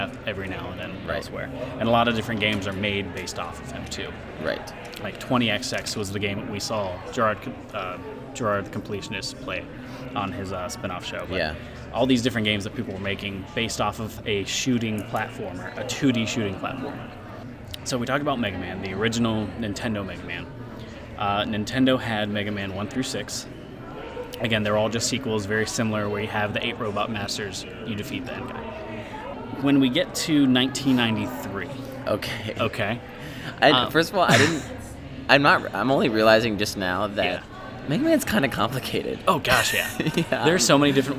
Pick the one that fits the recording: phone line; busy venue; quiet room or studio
busy venue